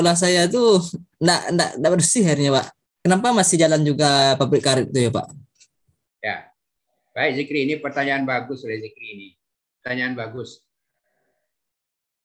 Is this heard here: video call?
yes